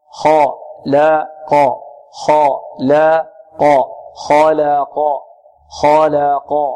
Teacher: البعض يبالغ في ترقيق اللام حتى تقلل الفتحة